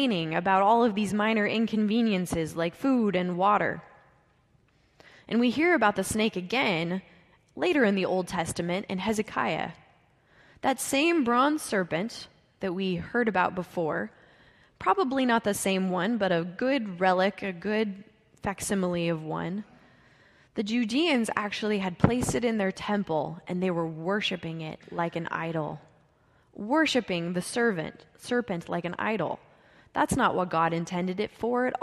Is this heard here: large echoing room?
yes